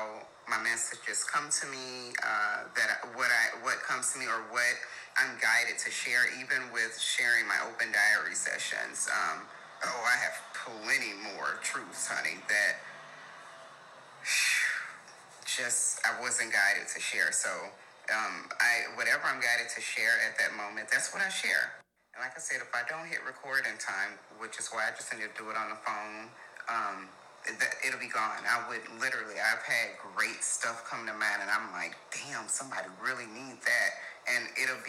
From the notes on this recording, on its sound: So, please forgive any background noise.